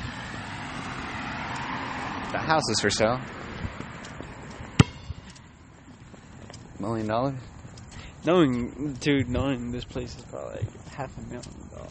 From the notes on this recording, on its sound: Transportation shoots by. Noises all over the place some would think its chaos.